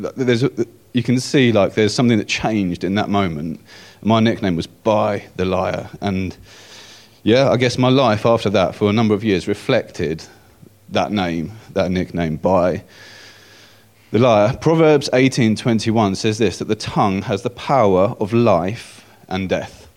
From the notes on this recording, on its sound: At King's Church, Cockermouth, as an audio file.